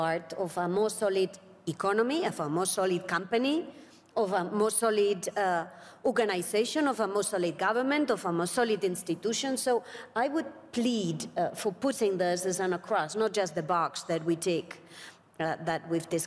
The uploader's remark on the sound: This session was recorded 19 January at the World Economic Forum 2023 Annual Meeting in Davos, Switzerland.